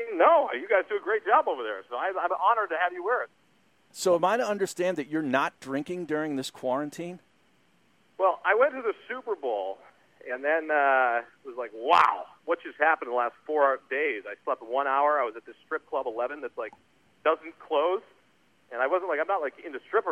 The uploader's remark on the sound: during a call in segment